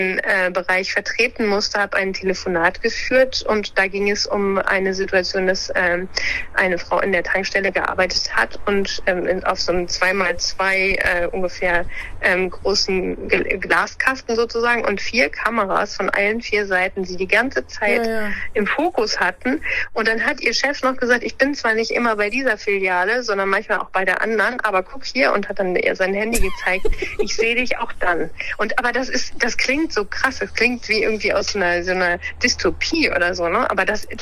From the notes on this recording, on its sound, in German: "Hinten links im Kaiser Friedrich" findet coronabedingt wieder per Telefon-Schalte statt.